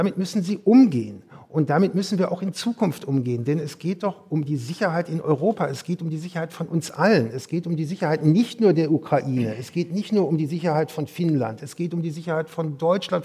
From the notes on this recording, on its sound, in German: Aufgezeichnet wurde diese Folge nicht im Studio, sondern live auf dem Podcastfestival von ZEIT ONLINE im Berliner Radialsystem